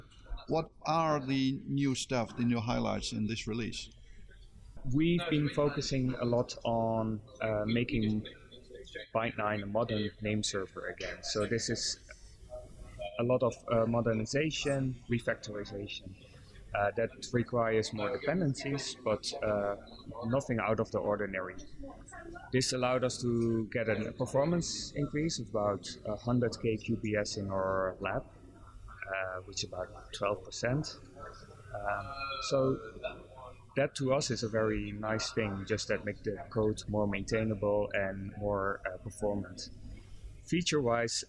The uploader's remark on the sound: RIPE was a busy event, as evidenced by the noise and conversations in the background